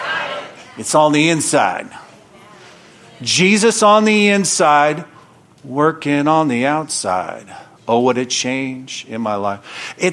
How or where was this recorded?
large echoing room